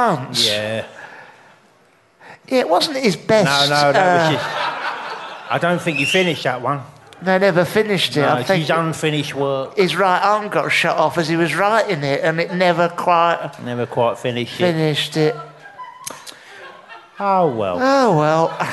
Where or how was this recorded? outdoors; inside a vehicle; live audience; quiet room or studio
live audience